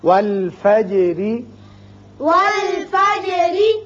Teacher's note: جیم پر اس کی صفت قلقلہ ادا کریں